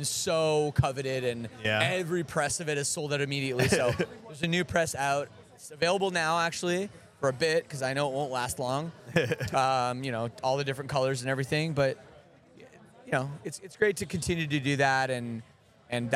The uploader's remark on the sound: Live & On-Site at Riot Fest 2023